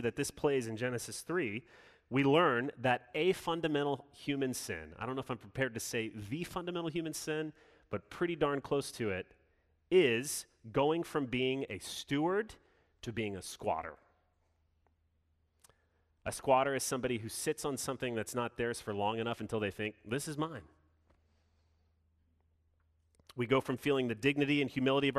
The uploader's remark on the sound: Sermon delivered Sunday, June 6, 2021